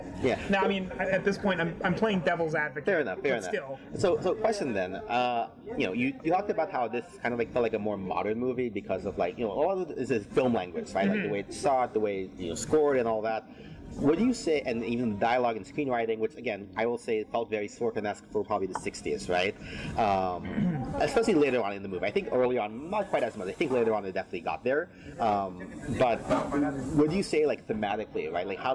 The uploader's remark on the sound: LIVE FROM NEW YORK CITY. Coming at you from a diner in midtown Manhattan (so pardon the sound quality).